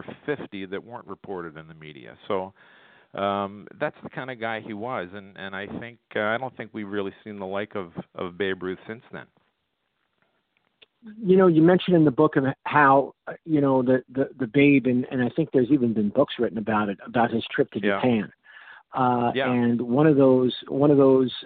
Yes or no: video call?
no